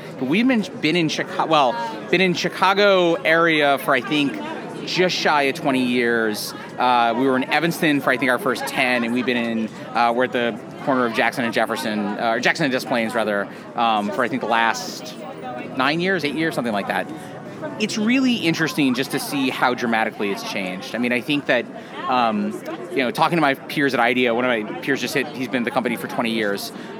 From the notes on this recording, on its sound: Recorded at SXSW 2016 on Monday, March 14th